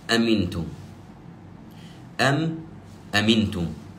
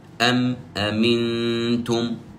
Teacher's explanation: الحكم الثالث وهو الأخير هو حكم الإظهار. الإظهار، نظهر الميم الساكنة من غير غنة · Term: الإظهار الشفوي